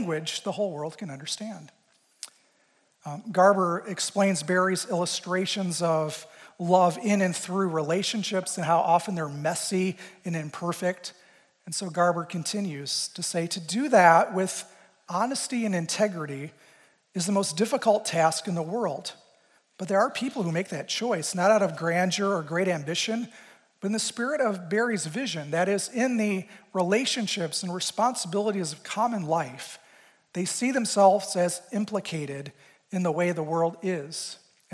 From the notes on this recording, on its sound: Recorded live at Cornerstone University’s Christ Chapel. A service of Cornerstone University, Grand Rapids, Michigan.